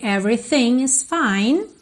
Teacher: O TH aqui não tem vocalização. Só arzinho.